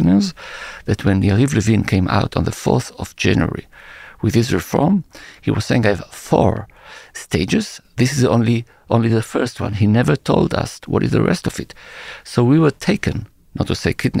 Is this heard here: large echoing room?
no